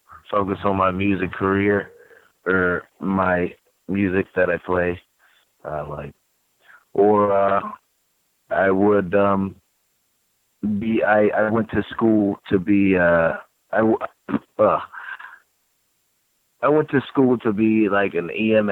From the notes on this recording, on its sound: The full audio from Impact Wrestling's June 27, 2018 media call.